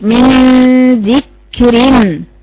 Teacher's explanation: بعد ما تجيبي لسانك بالقرب من مخرج النون تنتقل بالصوت على حد الذال